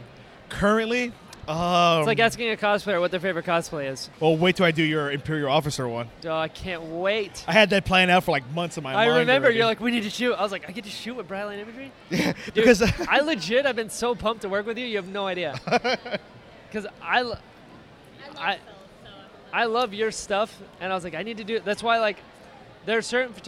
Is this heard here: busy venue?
yes